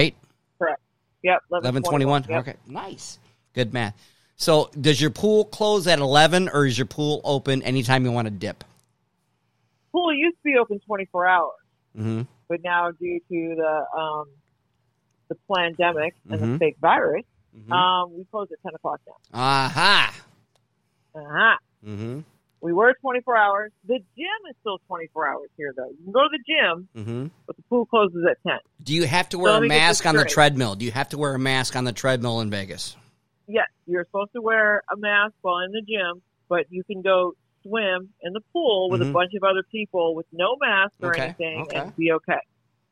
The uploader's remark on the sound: Live Podcast call to my Hollywood/ slash Vegas high school friend.